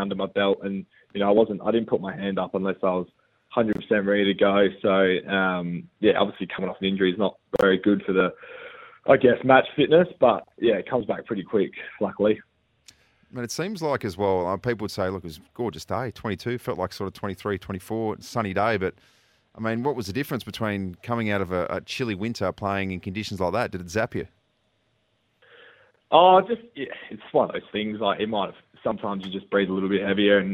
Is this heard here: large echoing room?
no